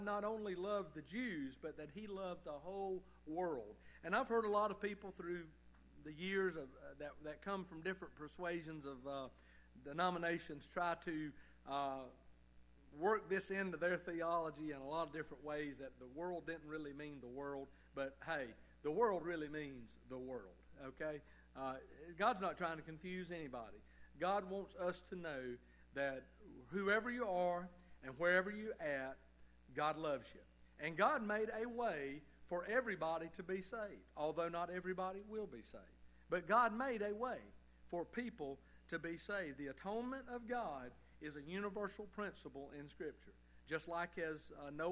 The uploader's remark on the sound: Evening service sermon of Liberty Baptist Church in Tifton, GA.